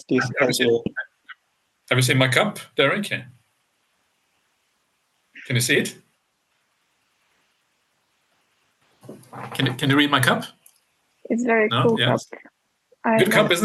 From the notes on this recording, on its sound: Via video conference for Anukampa.